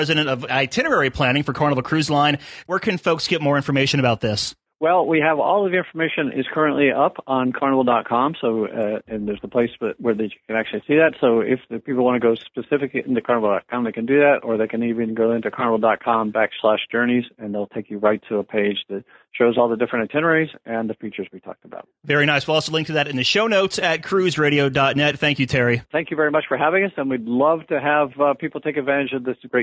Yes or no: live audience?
no